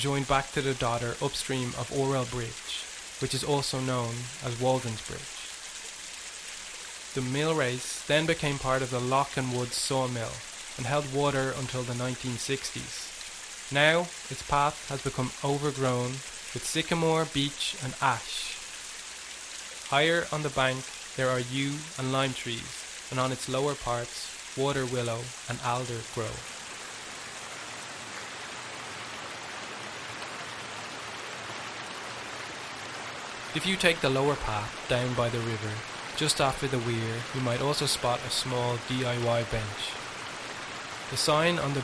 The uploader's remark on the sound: The River Dodder Soundwalk. A soundwalk of the River Dodder in South Dublin.